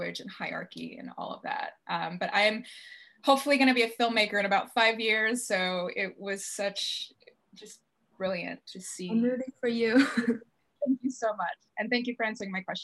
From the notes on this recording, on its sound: Bonus Q&amp;A from our live virtual screening. Enjoy this bonus Q&A from our live virtual screening of No Crying at the Dinner Table (2019) in December 2020.